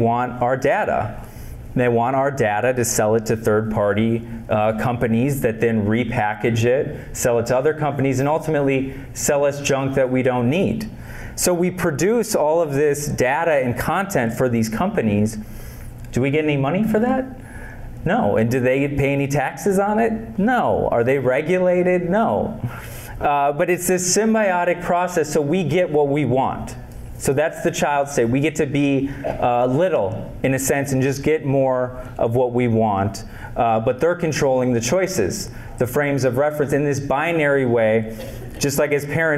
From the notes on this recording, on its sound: Lecturing at Minnesota State University, Mankato on October 25th, 2022, for an annual mental health conference.